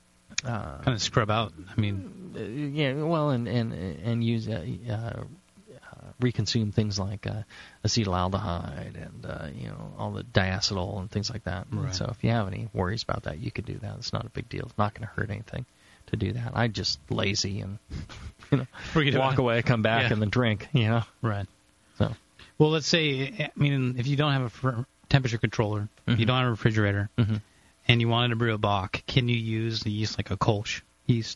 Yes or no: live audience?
no